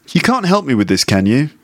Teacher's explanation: there's a can in there as well, which is slightly emphasized. So it's not a schwa sound.